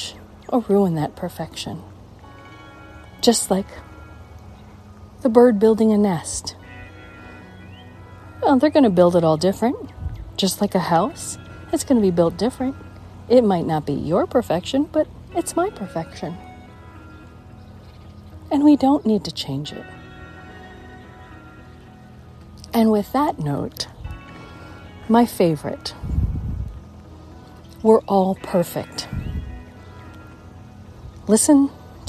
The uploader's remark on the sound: Walk and Talk